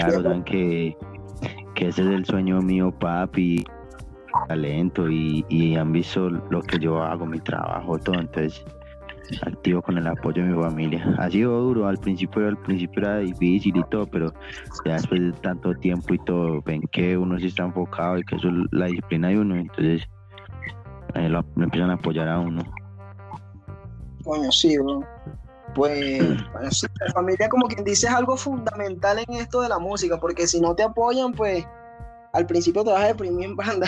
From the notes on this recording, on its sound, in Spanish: ESTE EPISODIO ES GRABADO A DISTANCIA MEDIANTE CELULARES